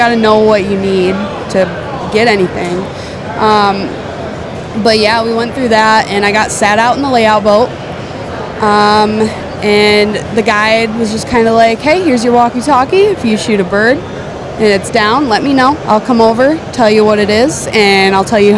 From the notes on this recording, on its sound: Special Event: Live at the Outdoorama. At the Outdoor Rama in Michigan.